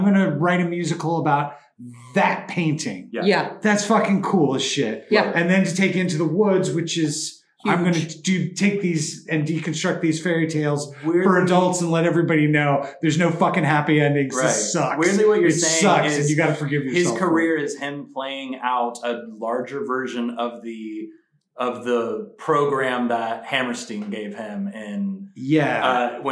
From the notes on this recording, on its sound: recorded from an ACTUAL theater space in Hollywood (forgive the poor audio quality)